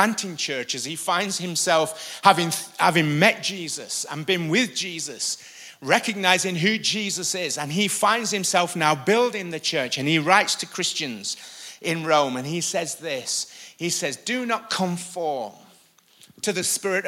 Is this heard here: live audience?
yes